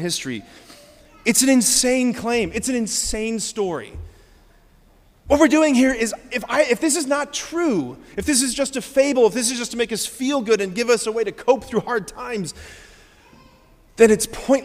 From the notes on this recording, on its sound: preached this homily on December 24, 2023 at Sacred Heart of Jesus Catholic Church in Wadsworth, OH.